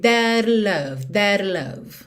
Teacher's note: mesmo não tendo uma vogal depois de that, ele faz um rarara de levinho no T.